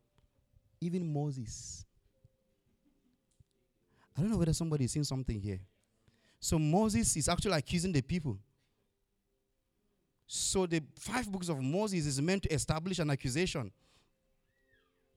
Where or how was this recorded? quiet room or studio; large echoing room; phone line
large echoing room